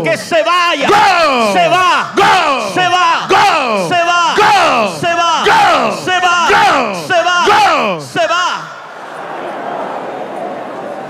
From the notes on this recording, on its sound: During the Mexico Pastor’s Conference held at the World Trade Center in Mexico City.